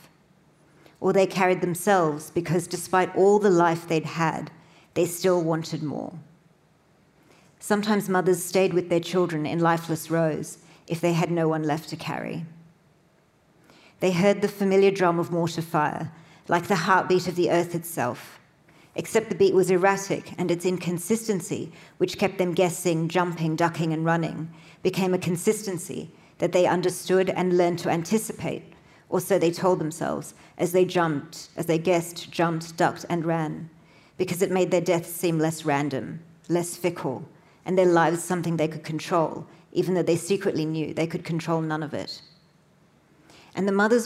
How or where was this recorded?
live audience